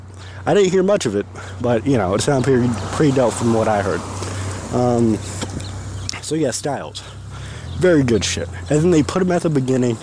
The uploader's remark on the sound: Coming from the streets. While walking to the nearest grocery store.